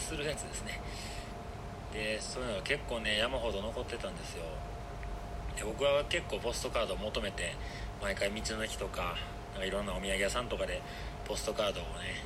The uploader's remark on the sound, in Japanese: 苗場山頂からお届けしております。携帯での収録は編集が出来ず、なんか変な感じになってるかもしれません。